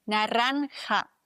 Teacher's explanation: Super schwieriges Wort, weil das J, das wird ausgesprochen so wie ein CH, das muss im Hals kratzen